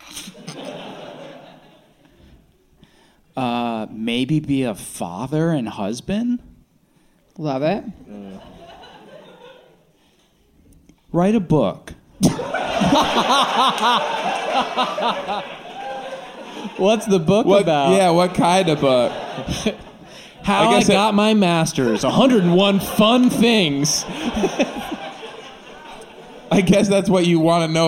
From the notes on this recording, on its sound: Live from the Dynasty Typewriter Theatre